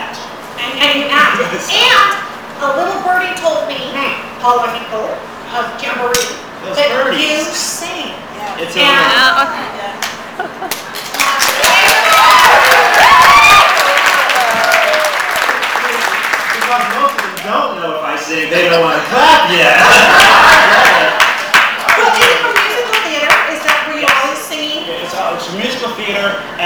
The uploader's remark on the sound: Recorded LIVE at Genealogy Jamboree 2010 - Videocast. We presented the Genealogy Gems Podcast show in front of a live audience at the Southern California Genealogy Society. Our intention was to record the audio through the sound system, but alas there was a glitch. My Flip Video Camera and thankfully she captured much of the show.